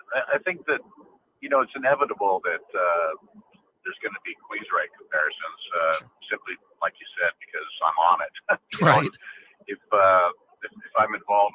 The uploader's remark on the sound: called